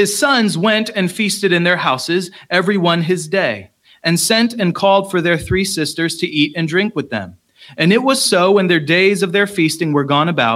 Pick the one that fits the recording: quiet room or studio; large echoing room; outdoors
large echoing room